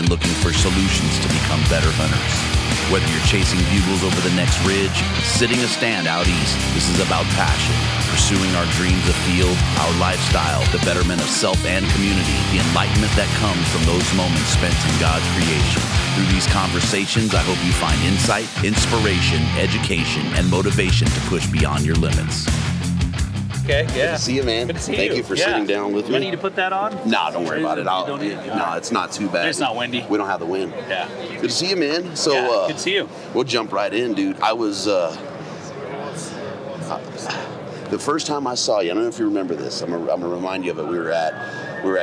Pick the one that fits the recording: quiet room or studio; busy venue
busy venue